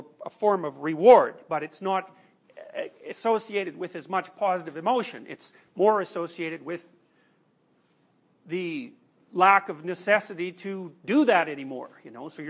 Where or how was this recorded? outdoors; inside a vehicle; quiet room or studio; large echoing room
large echoing room